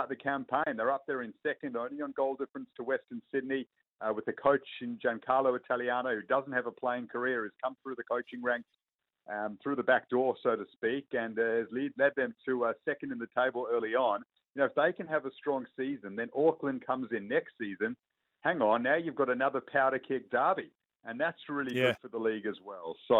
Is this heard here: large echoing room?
no